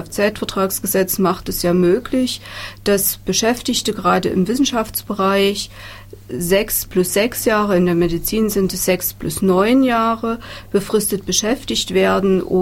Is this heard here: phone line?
no